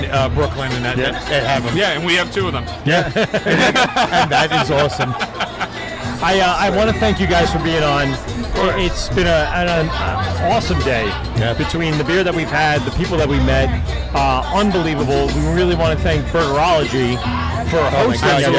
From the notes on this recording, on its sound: LIVE at Burgerology Beerfest. LIVE show at Burgerology beerfest!